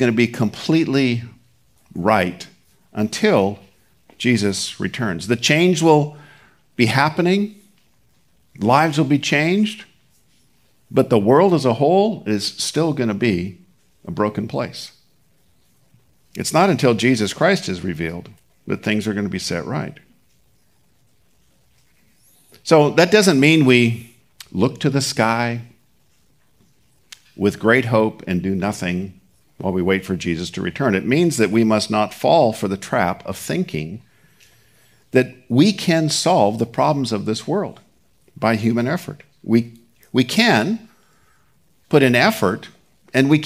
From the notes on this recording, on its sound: Recorded at Seabreeze Church